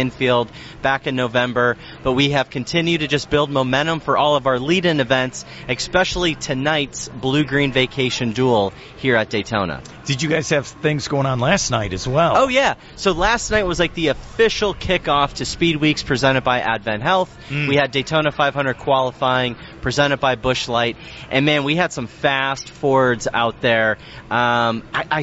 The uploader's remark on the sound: joined live at the Daytona International Speedway